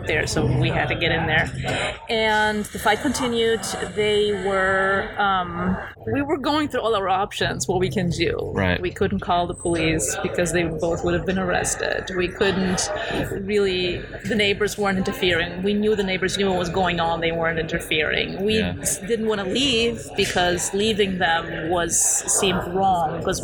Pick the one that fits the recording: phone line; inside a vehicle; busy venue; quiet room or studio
busy venue